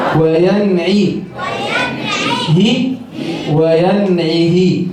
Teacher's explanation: نون ساكنة مظهرة قبل العين المكسورة